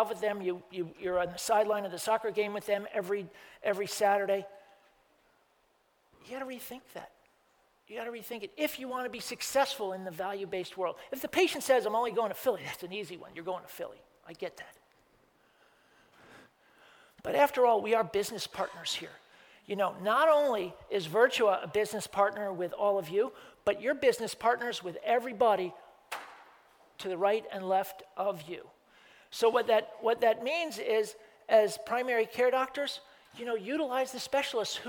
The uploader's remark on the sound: This episode features a live-taping of VPP's Annual Meeting that was held on 10/24/2019